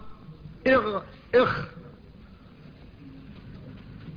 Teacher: وآخر الحلق عند أصل اللسان تخرج منه الغين والخاء، إخ. ثم بعد ذلك قال والقاف أقصى اللسان فوقه. · Term: أدنى الحلق